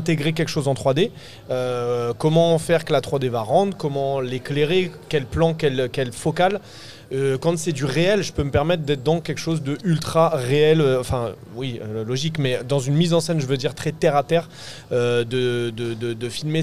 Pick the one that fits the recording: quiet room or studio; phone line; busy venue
busy venue